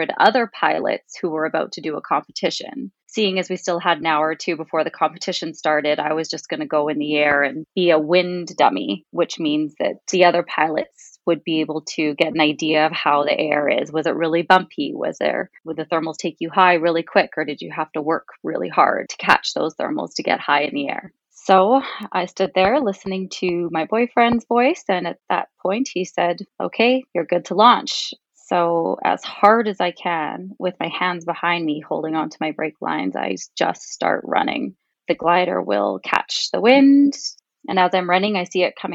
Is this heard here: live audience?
no